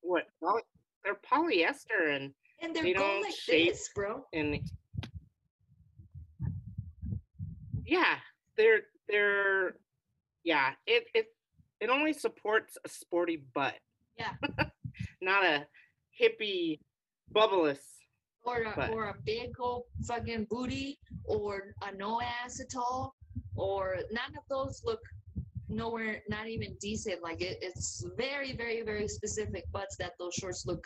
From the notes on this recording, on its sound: Technical Difficulties... Sorry about your ears...